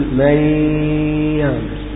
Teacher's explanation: هنا أنت لا تضع طرف اللسان، طرف اللسان في مكانه من مخرج النون، لا تقول مثلا من يعمل، هذا خطأ، أنت تقول من يعمل، فالنون ذهبت، فأنت أعدمت ذات الحرف، يعني لم ليست هناك نون، إنما أنت تنطق الآن ياء بها غنة. مي يعني أنت تنطق ياء بها غنة، فالنون لم تعد موجودة. · Term: إخفاء النون الساكنة